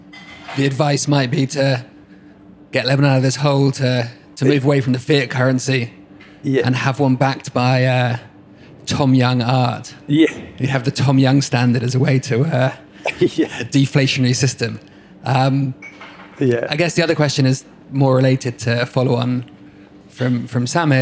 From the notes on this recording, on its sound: taped live at Aaliya's Books